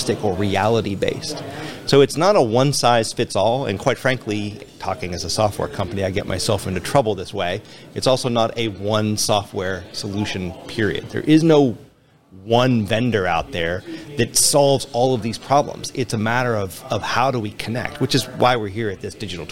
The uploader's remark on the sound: Industrial Talk is onsite at the OMG Quarterly Standards Meeting. Industrial Talk is onsite at the OMG Quarterly Standards Meeting.